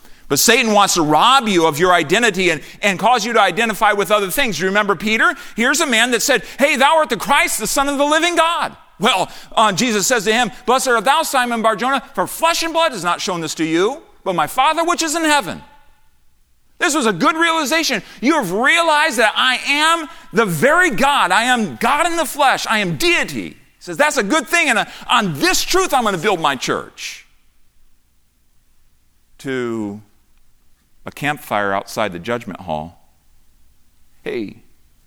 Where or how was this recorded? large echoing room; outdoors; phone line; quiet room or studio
large echoing room